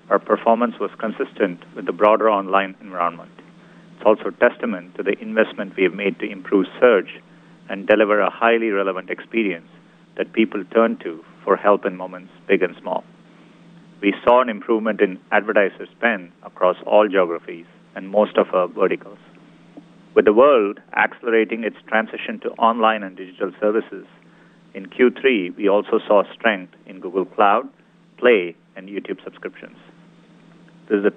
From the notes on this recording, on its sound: Earnings Call. Earnings Conference Call.